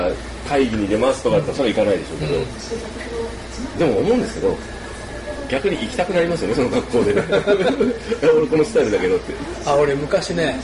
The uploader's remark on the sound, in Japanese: 昼間の収録を終え、近所の居酒屋「耕房」にて、旨いアジフライを食べつつ、冷えた生ビールを呑みつつのグダグダトーク。。。